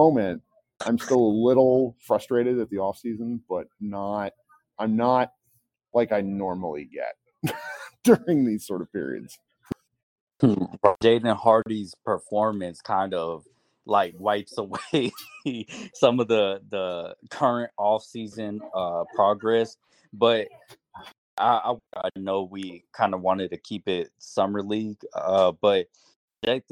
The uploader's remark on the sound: Apologies for the audio issues, crappy internet here in Vegas media room.